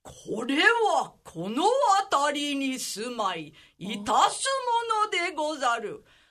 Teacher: It was traditionally performed outside, and so you really had to reach an audience far away. And there's a pattern in the voice, like in Japanese, it's called niji atari, hitting the second syllable.